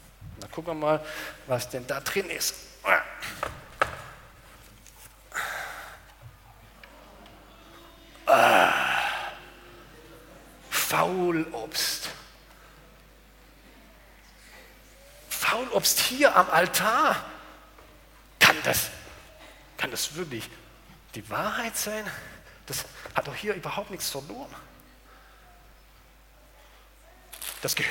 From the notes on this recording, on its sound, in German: aus dem Gottesdienst der Liebenzeller Mission